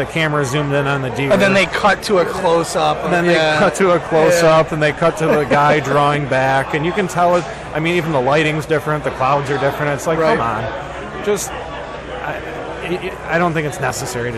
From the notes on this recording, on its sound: LIVE From Woods N Water Outdoor Weekend Show. Part 1 of the woods N water Outdoors weekend in Imlay City Michigan comes LIVE. The guys broadcast live from the weekend event.